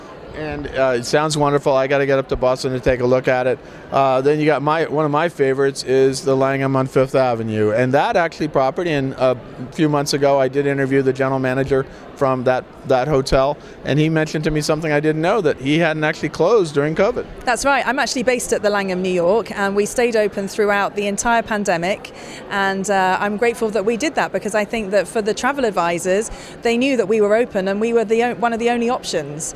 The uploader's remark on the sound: at last month’s ILTM Cannes